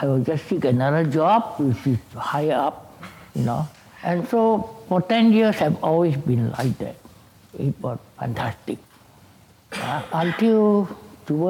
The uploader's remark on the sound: This conversation was recorded live on April 2018 at National Gallery Singapore